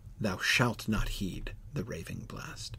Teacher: And the iambs place the emphasis where? On shalt.